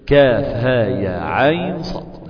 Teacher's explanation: ساكن أتى بعد حرف لين بسبب سكونه ووقوعه بعد حرف لين أنا أعطيته توسط 4 حركات · Term: التوسط